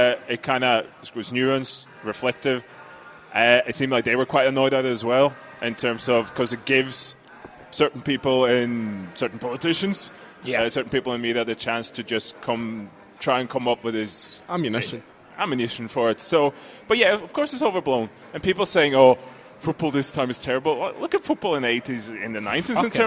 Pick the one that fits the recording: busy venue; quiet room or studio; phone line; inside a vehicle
busy venue